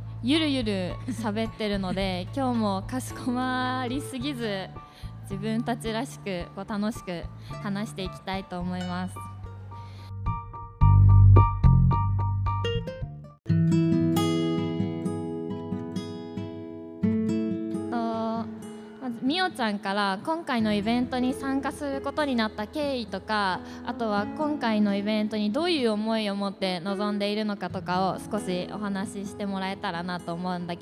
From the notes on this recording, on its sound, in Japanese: 富山まちなか学生EXPO 2023・公開収録。11月26日にグランドプラザで開催された『富山まちなか学生EXPO 2023』にて、ラジオの公開収録をさせていただきました。寒空の下、大勢の方々の前で収録するのは初めてだったのでドキドキしっぱなしでしたが、いつも通りの雰囲気で楽しく話せました！